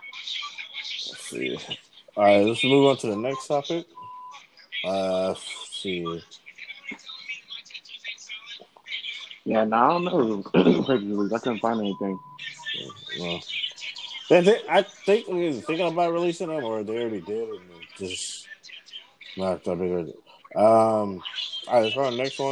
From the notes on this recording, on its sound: i know there are noises in the background